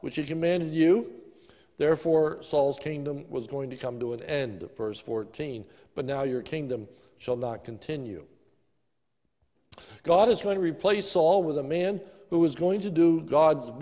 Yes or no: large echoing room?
yes